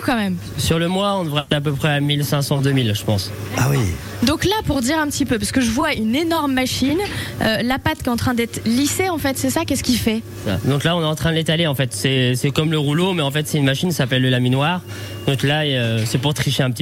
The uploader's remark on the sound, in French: Dégustation de galettes en direct à la boulangerie La Madeleine à St Pierre Eglise.